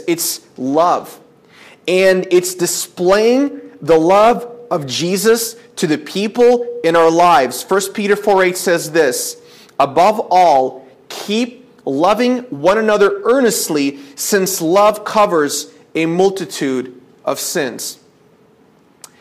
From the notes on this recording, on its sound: This is a sermon I preached at my church